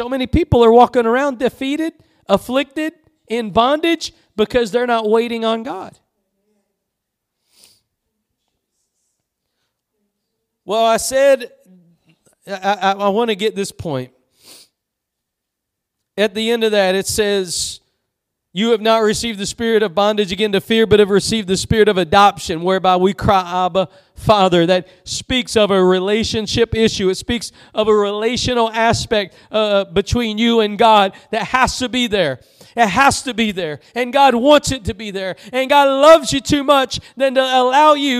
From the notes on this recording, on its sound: Preached at Gospel Lighthouse in Bossier City, La.